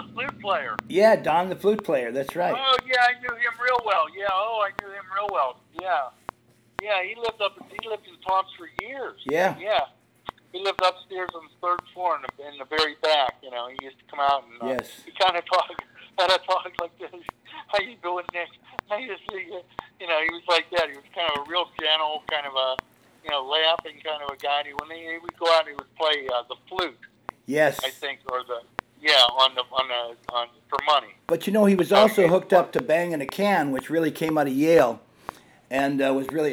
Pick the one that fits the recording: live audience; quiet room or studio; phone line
phone line